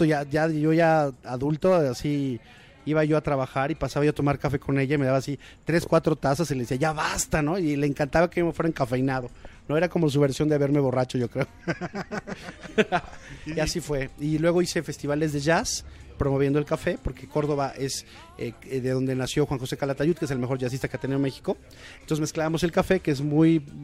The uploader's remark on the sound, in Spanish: Grabamos en 'Rococó', la mejor cafetería que hemos conocido y no exageramos.